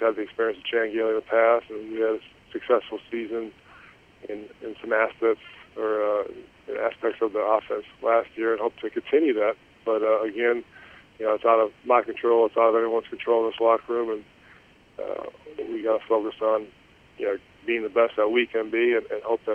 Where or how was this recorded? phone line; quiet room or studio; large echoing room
phone line